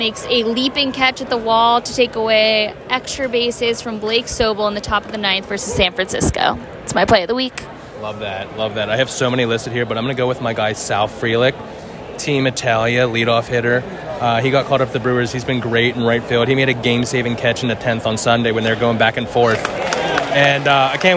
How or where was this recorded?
busy venue